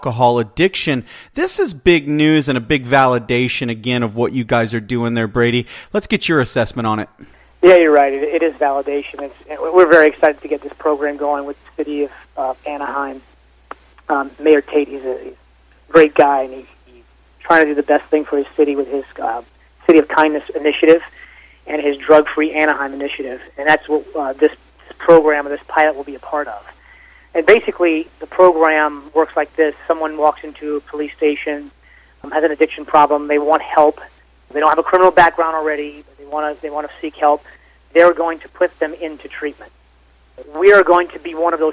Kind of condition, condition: link, phone line